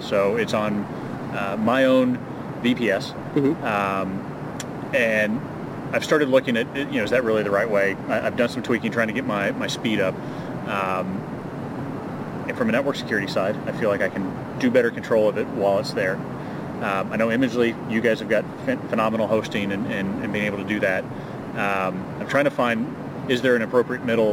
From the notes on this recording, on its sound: Live from Out of Chicago Photography Conference. This episode was recorded outside on a terrace within The Loop, so you will hear trains going by every so often.